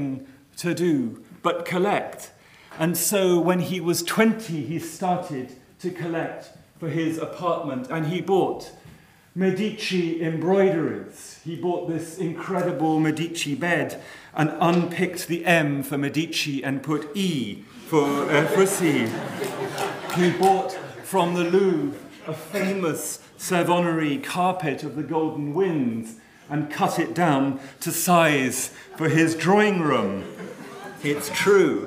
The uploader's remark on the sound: The lecture took place at Queen Mary University of London, Arts Two Lecture Theatre, Mile End Road, E1 4NS, on the 23rd of March 2017 at 6.30pm.